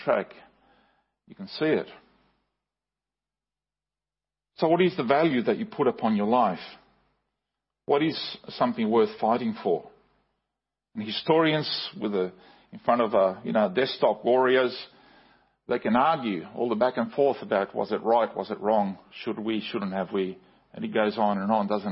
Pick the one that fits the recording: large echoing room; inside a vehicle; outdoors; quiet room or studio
large echoing room